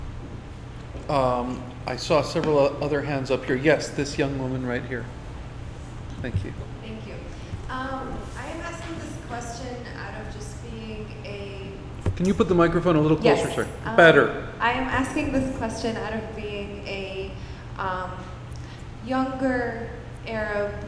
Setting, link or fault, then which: setting, busy venue